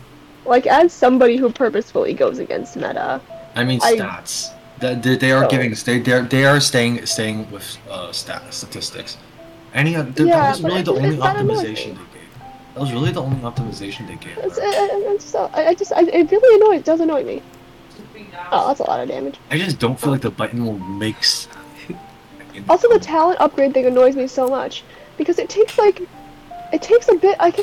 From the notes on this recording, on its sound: Random sounds in the background. Nobody knows how to keep their family quiet, apparently.